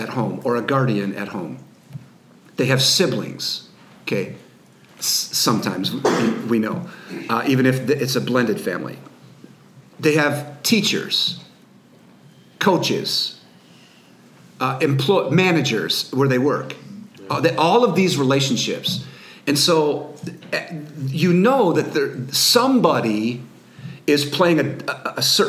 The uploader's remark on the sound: Q And A Live Audience. A live podcast with a studio audience of over 100 YH Leaders in Missouri.